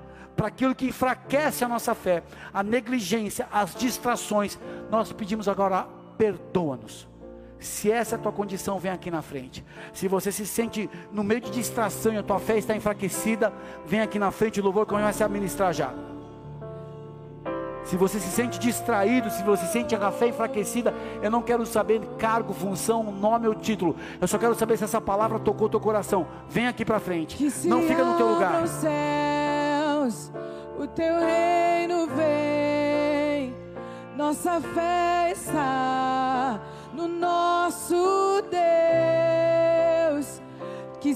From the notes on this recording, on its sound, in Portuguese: Áudio extraído do culto do dia 12 de Maio de 2023.